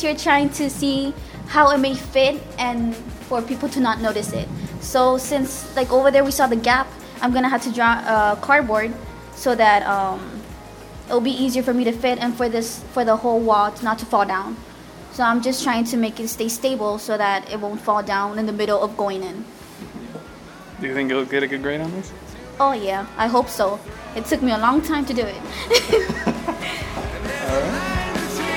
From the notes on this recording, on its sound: Apologies for the wind, I had forgotten my wind sock at home.